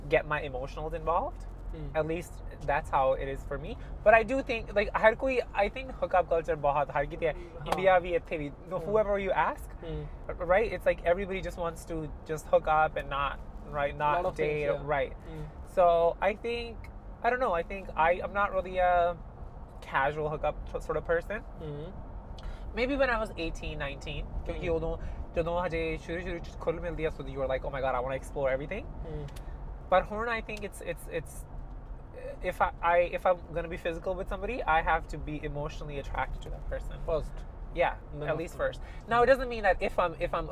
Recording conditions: inside a vehicle